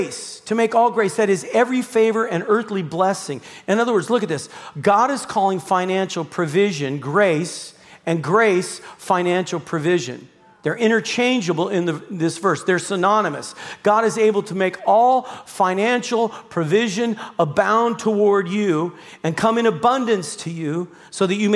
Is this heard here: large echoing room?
yes